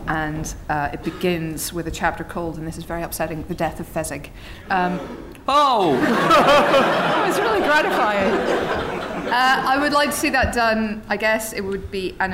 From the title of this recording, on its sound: Edinburgh Live Special